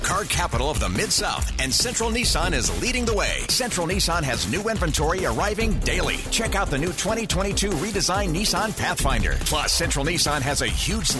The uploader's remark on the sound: Live from Arkansas State Media Day. Live from the Centennial Bank Athletics Operations Building for Arkansas State football Media Day.